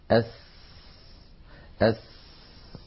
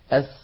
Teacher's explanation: طرف اللسان يكون على الصفحة الداخلية للأسنان السفلى تماما كما كان في حرف الزاي، ولكن صوت السين مختلف لاختلاف صفاتها عن صفات الزاي، ليس كلها بل بعضها.